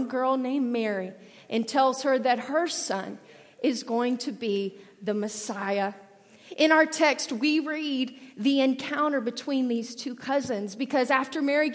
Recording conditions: large echoing room